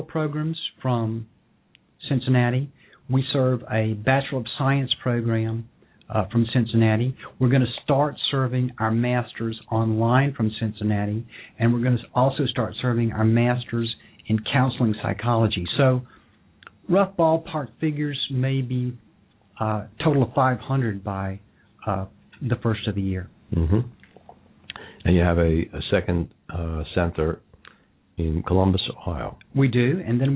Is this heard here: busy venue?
no